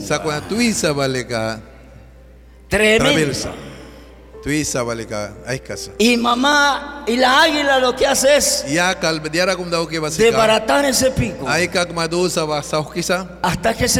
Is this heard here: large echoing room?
yes